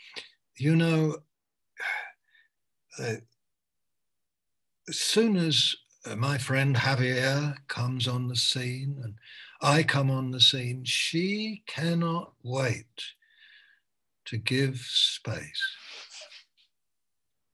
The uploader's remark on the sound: Malaysia Meets (Zoom)